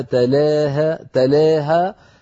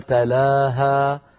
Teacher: هناك من أمال رؤوسها تلاها تلاها بتقليل تلا، ومنهم من فتح قال تلاها